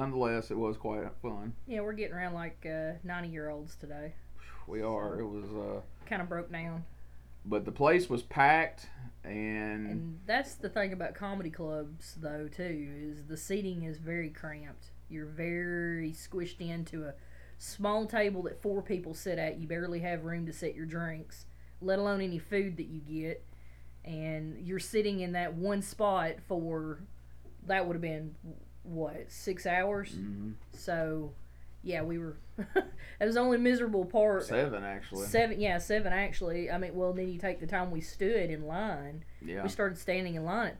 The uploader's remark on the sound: The audio on this episode may be a little low but the problem has been fixed for future episodes.